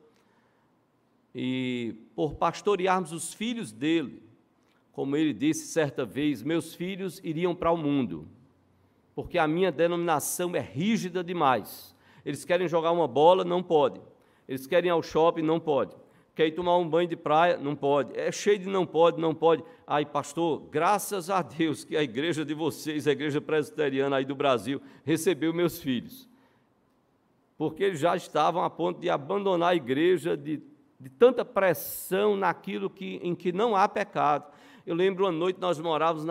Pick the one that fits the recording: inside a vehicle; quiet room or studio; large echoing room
large echoing room